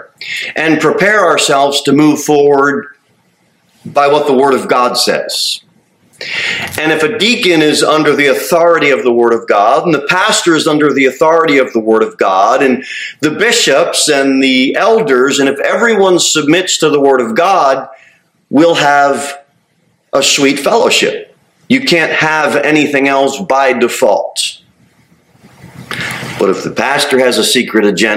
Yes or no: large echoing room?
yes